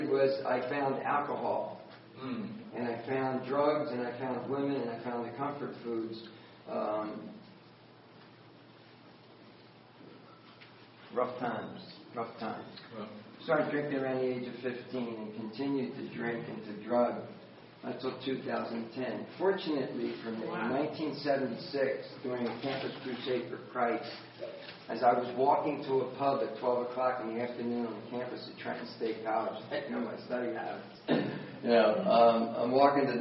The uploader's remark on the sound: Recorded at Grace Fellowship International's conference in Pigeon Forge, TN on March 7, 2014.